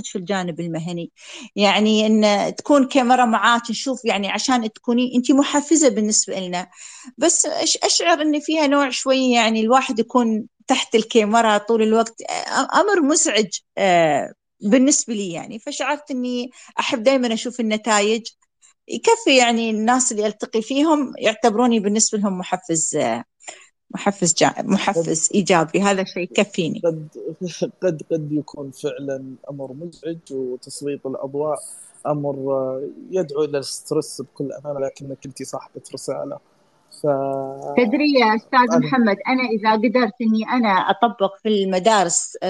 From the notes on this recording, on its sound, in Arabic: تسجيل لمساحة ابن رشد الأسبوعية على منصة تويتر.